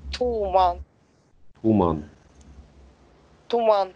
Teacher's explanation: Туман ударение на «у». Как русское слово «туман», только ударение на «у» больше.